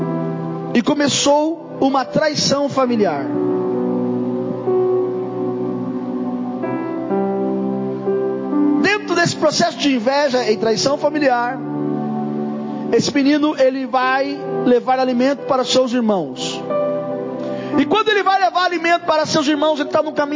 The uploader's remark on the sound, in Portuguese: Mensagem gravada em 07/01/2024 - Culto da Família